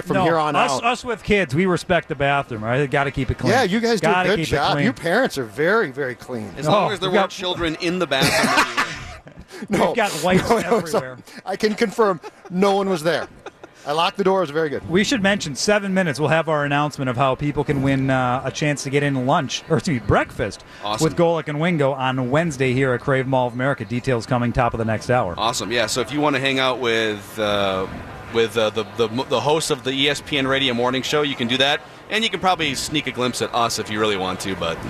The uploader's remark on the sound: live from Radio Row